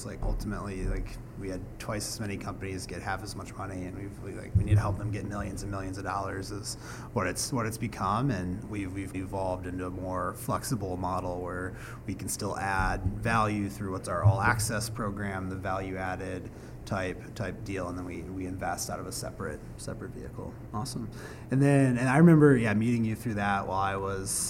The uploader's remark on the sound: We share a conversation recorded at Austin Startup Week.